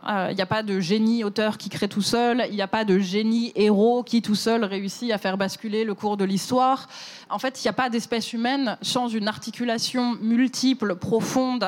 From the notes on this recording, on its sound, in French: cet épisode a été enregistré à la Gaîté Lyrique